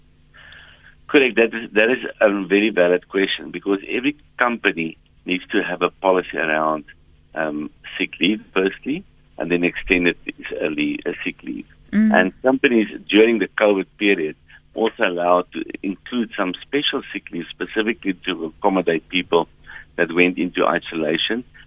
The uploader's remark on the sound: we are joined on the line